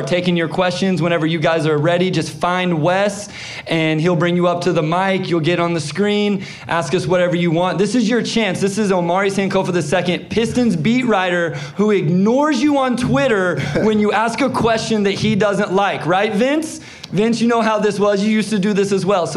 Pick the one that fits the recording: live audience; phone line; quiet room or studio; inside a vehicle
live audience